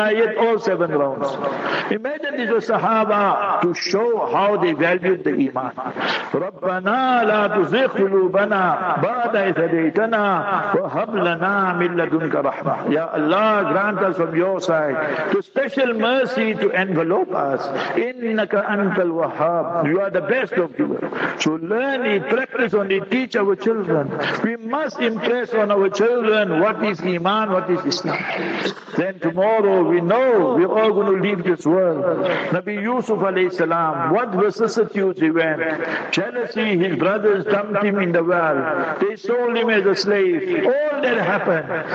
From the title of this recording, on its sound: Jumah Lecture at Rainbow Masjid